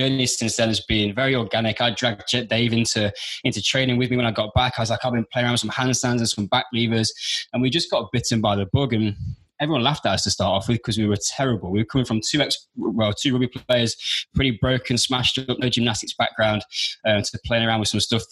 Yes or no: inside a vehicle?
no